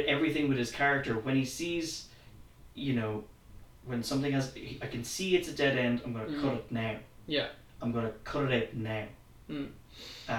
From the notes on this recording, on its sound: The editing is a bit rough and the sound could be improved.